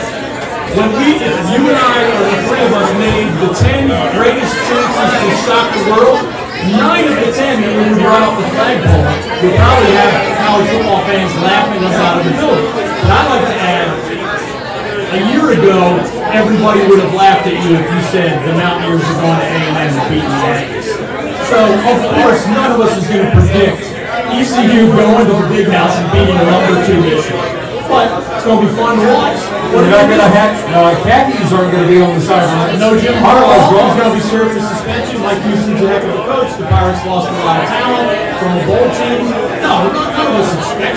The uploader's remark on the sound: BROADCAST LIVE from WRIGHTSVILLE BEACH and JIMMY'S. The NORTH CAROLINA SPORTS NETWORK and NC PORK present the OLD NORTH STATE TAILGATE & Traveling Sports Circus.